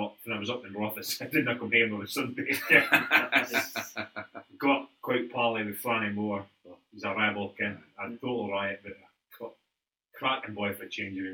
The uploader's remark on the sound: Apologies for sound.